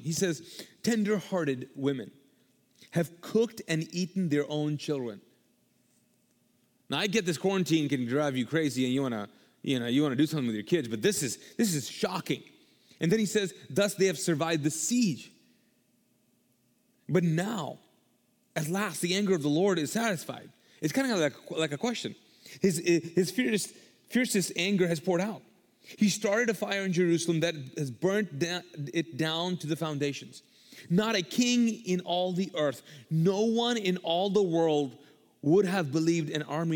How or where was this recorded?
large echoing room